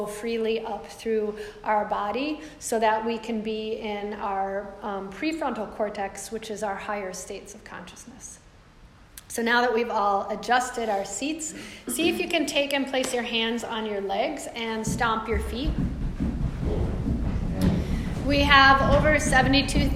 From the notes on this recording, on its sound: This is a live excerpt from ‘Strong Spirits Mindfulness & Movement' Chair Yoga Program for Any Age and Accessibility Level enrichment lecture for a group of professionals